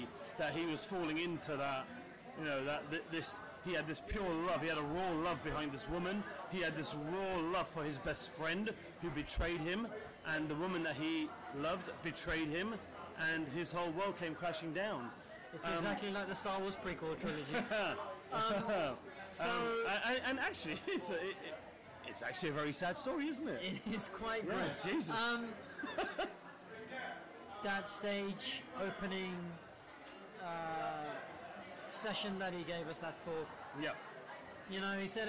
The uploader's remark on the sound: A special screening of The Room at the Prince Charles Cinema in London's Leicester Square. We recorded live at the event (so please excuse the noise).